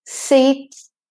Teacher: My tongue is just on the bony ridge for the T, and then I make it go forward slightly to make the S and make the hiss for the S.